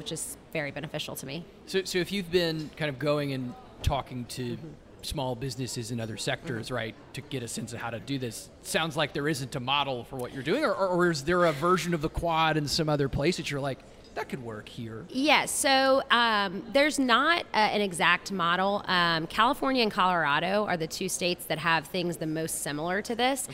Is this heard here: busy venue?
yes